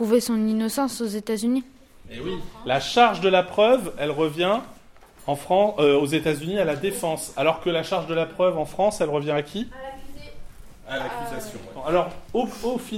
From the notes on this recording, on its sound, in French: Débat des élèves de 4e8 enregistré en cours d'enseignement moral et civique.